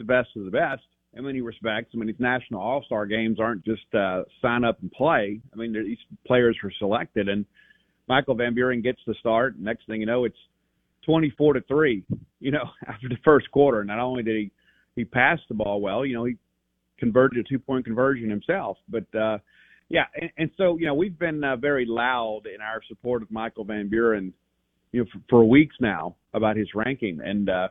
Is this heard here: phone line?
yes